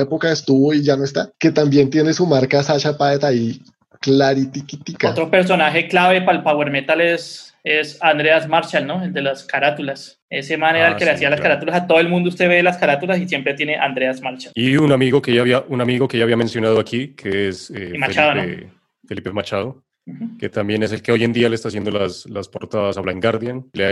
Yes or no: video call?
yes